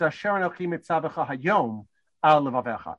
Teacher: the only major pause in that pasuk is on the word hayom